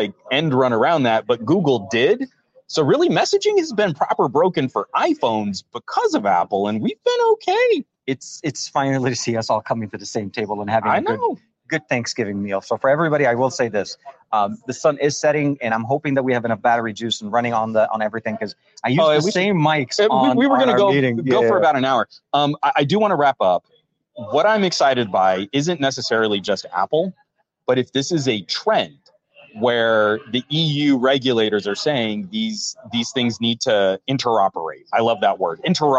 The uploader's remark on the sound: On location at the MediaTek Summit! Quick stream.